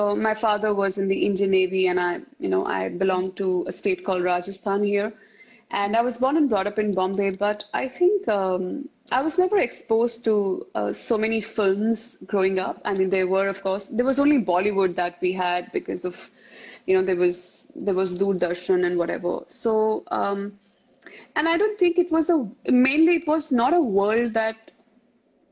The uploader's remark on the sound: Instagram Live